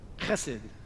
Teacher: if you want to speak it like a true Hebrew, there's a guttural sound to the front, and so it's Hesed.